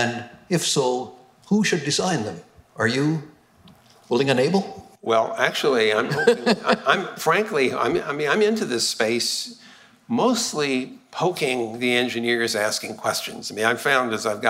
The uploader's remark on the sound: the full Shannon Luminary Lecture